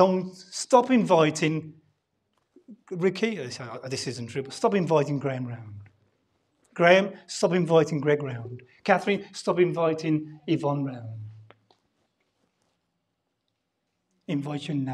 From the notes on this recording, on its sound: Sunday Service Live Stream